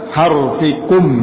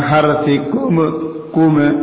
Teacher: Nam, mim sukun tidak dipantulkan. · Shown in: first take · Harfikum langsung.